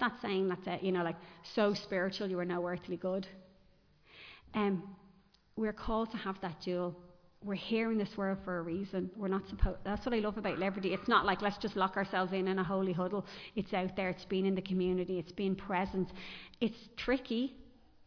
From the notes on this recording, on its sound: Recorded live in Liberty Church